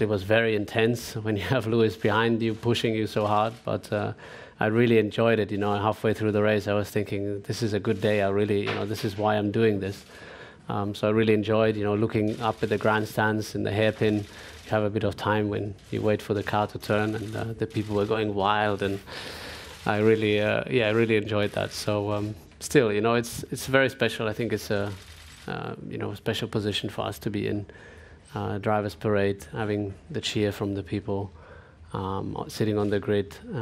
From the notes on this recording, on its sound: Canada Sunday Post-Race Press Conference.